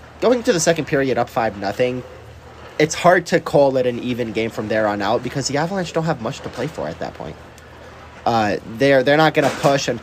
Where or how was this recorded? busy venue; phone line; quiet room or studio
busy venue